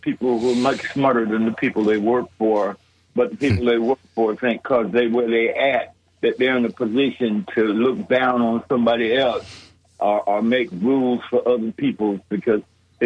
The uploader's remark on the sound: unique magazine format call-in show